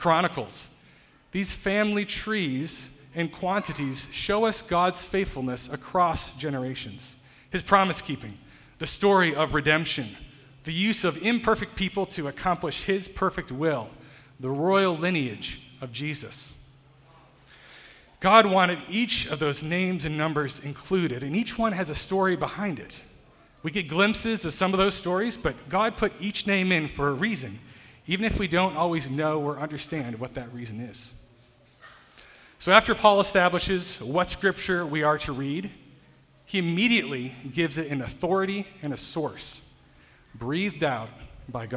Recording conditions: large echoing room